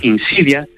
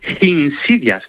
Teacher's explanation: él decía insidias, con una H aspirada al principio · Shown in: second take